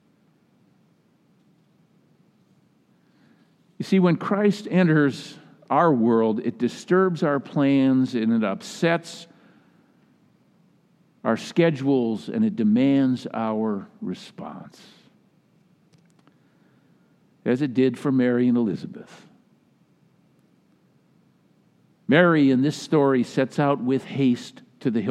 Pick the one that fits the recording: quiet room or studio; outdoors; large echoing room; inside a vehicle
large echoing room